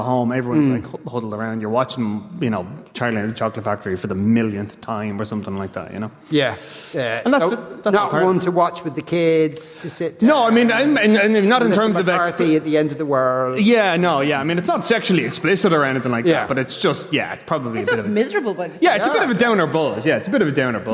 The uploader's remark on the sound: LIVE from Stella Cinema in Rathmines.